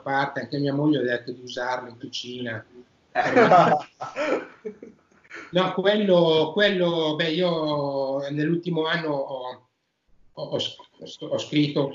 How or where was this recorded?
video call